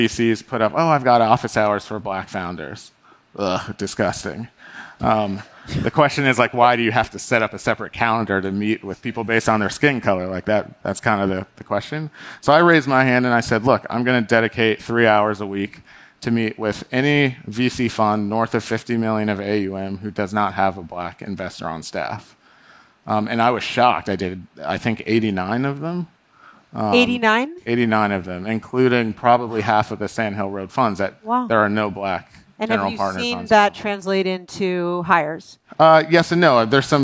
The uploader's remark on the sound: Recorded March 1, 2022 at the Upfront Summit.